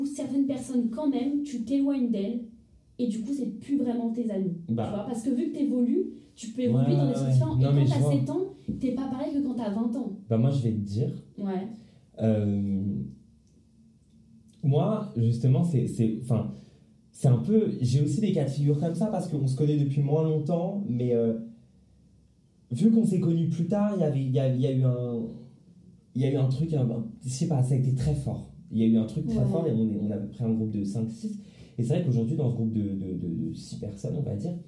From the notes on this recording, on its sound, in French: Je m'excuse encore pour la qualité sonore de l'enregistrement qui n'est pas incroyable.